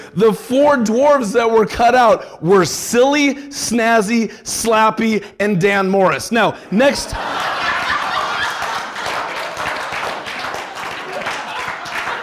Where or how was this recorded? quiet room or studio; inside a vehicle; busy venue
busy venue